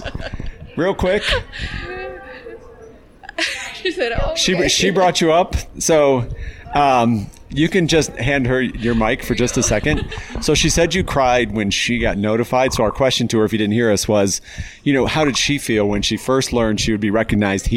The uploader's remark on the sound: at the Staffing World 2021 conference in Denver